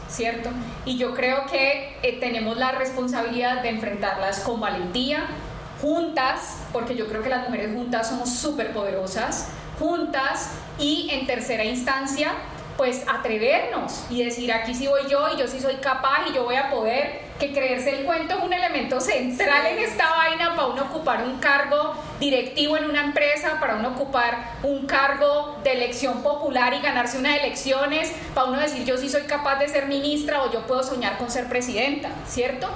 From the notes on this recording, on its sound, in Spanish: Este podcast es el audio editado de un conversatorio que tuvimos el jueves 12 de octubre de 2023 en el marco de la Semana por la Democracia en la Universidad Icesi.